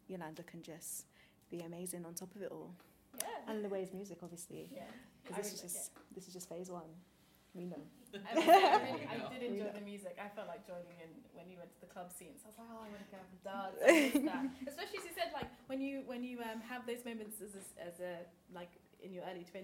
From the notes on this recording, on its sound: I met up and chatted to the creative team of Quarter Life Crisis at Ovalhouse as part of their post show Q&A.